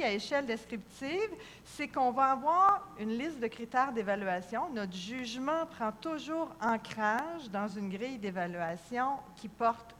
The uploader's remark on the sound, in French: Conférence 201 du colloque 2015 de l'AQPC, à Saguenay.